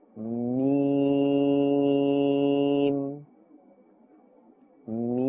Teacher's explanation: pronounced from the dry part of both lips. So we are pronouncing from the dry part of both lips.